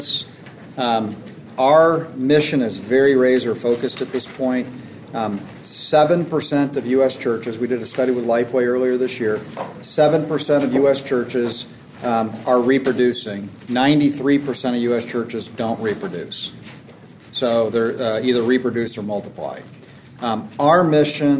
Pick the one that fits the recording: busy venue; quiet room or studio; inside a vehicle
busy venue